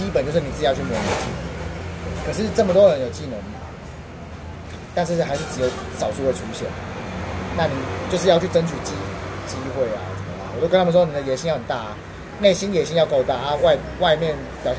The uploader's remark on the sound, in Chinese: 錄音地點：台南 牽咖啡